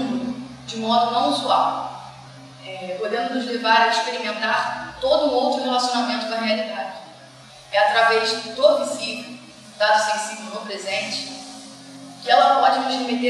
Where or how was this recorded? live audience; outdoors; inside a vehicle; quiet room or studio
live audience